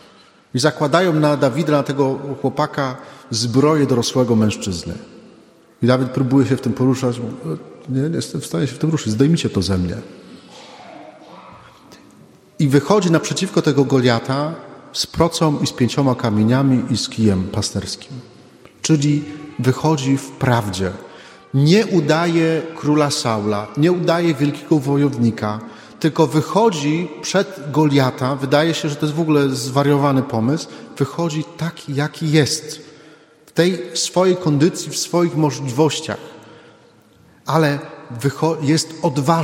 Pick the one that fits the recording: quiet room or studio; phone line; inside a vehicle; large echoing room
large echoing room